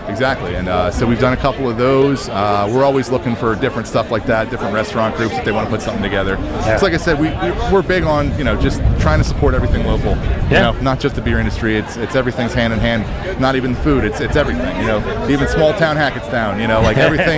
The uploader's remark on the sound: LIVE ACBEERFEST pt.1